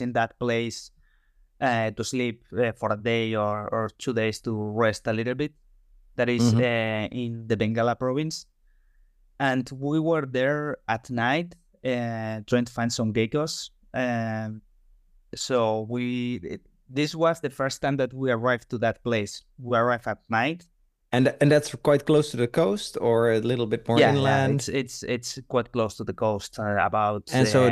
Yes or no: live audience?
no